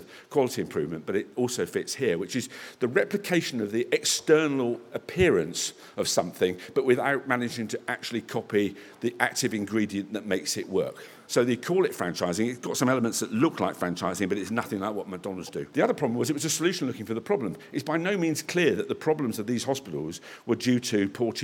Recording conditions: live audience